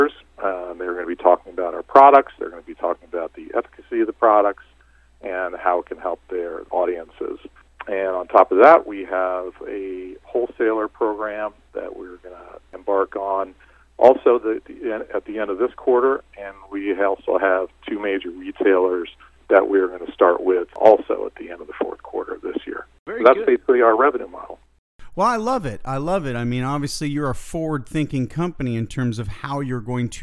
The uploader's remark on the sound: called in to SmallCapVoice.